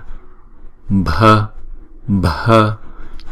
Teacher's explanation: Chữ B H là âm bật, chúng ta phải đọc là bờ bờ bờ, không? Đọc nhẹ và có cái bật lên